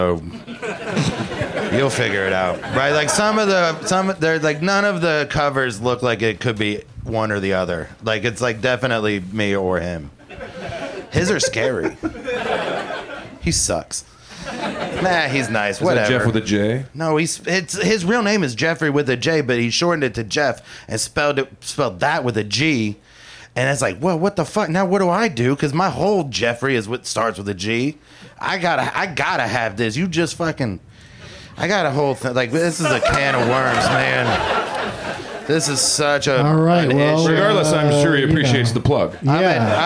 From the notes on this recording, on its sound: Live from the UCB Franklin